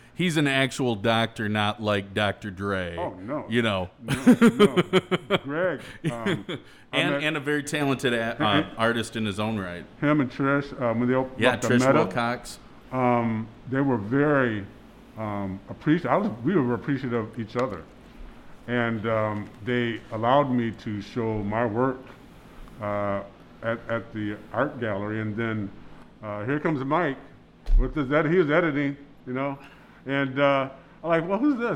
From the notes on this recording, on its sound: At another remote location (Blue Owl Coffee) during COVID-19. This episode was recorded at Blue Owl Coffee in Lansing's Old Town.